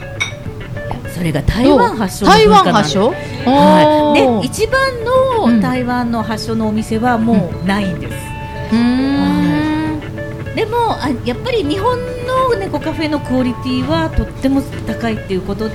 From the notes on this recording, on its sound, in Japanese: 麻布十番商店街入口にある、ビストロ「蝶蝶」にて行われた公開収録の模様をお送りします。